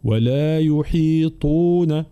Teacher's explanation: بين كسر الحاء ثم الطاء مفخمة مطبقة ومضمومة